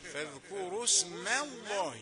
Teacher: الميم رقيقة، فاذكروا اسم الله، ميم رقيقة قبل لفظ الجلالة، بيحصل لها تفخيم لمجاورتها لتفخيم لفظ الجلالة